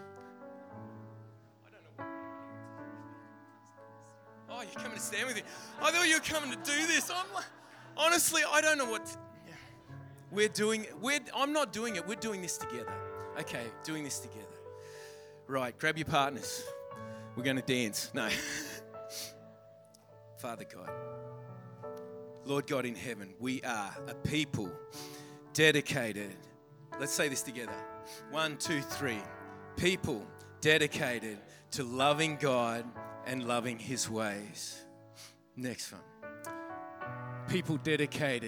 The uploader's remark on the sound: During the 10am service.